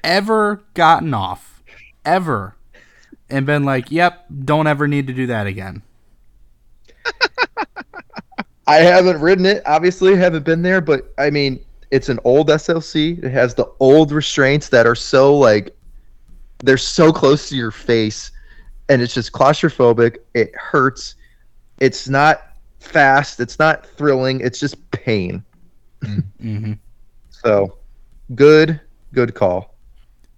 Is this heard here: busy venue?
no